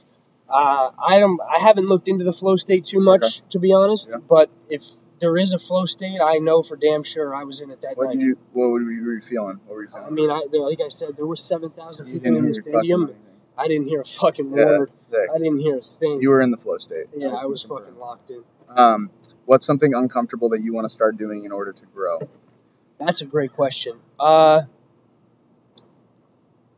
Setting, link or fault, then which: fault, wind noise